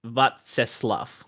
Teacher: I probably went a little bit too close to an F on the end there